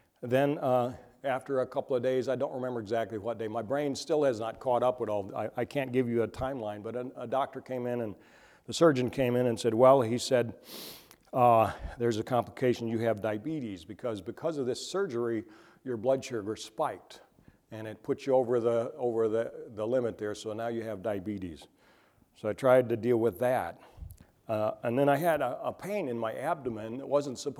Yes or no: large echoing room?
yes